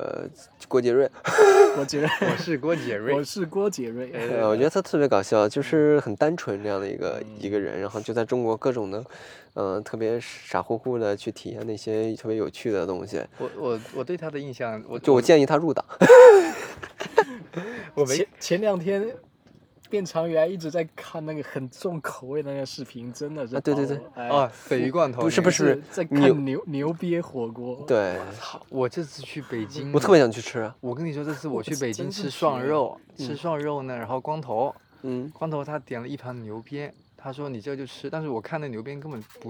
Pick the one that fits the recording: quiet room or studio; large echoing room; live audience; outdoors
outdoors